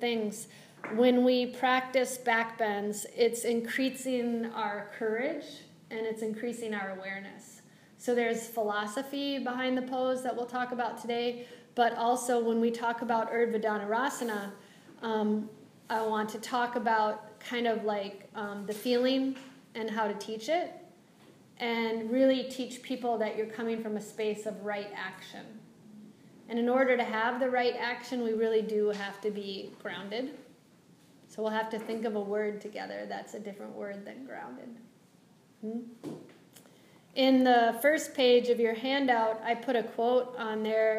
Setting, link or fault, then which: setting, live audience